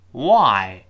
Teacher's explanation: w 这个辅音是双唇碰撞之后又分开的